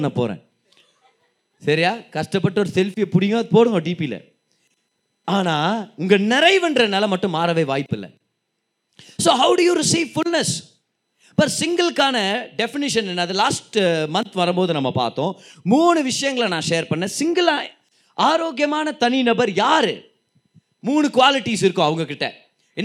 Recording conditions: live audience